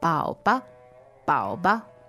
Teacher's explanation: So third tone and neutral.